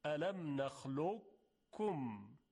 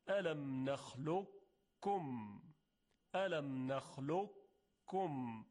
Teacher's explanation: قبل از اینکه کاف رو بگیم صدای مقداری درشت میشه، همون استعلای قافه · Term: ادغام ناقص